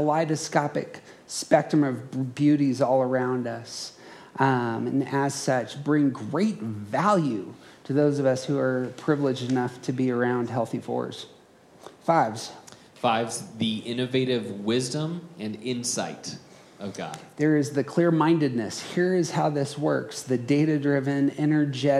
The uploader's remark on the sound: Around the Circle hosted a conference. This audio is a live recording from that conference.